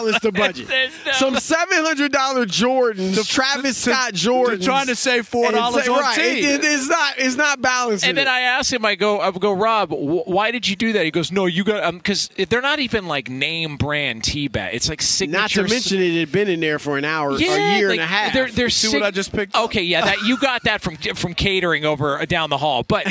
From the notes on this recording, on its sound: live from Radio Row in Phoenix ahead of Super Bowl 57!